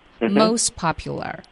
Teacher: 也会把特的音省略，叫做 mostpopular， most 的特省掉